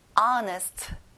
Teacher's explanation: 앞에 어에 강세를 넣어보는 건데요. 앞에 H 발음은 안 나요.